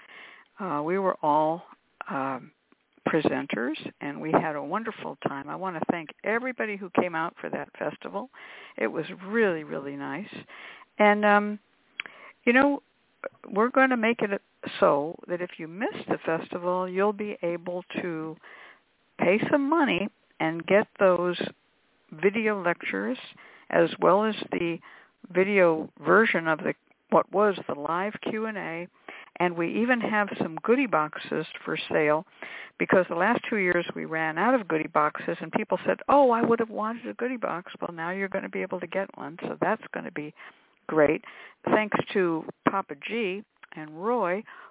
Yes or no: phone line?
yes